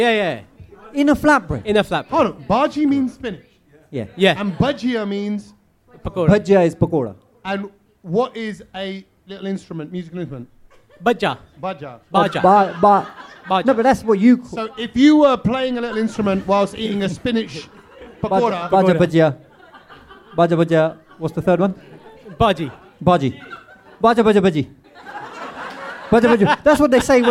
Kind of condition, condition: setting, live audience